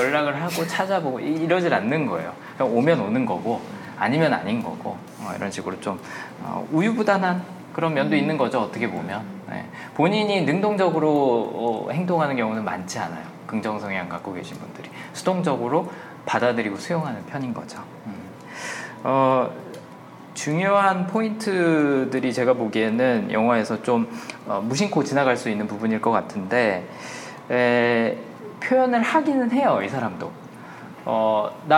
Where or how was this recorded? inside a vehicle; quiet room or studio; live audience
live audience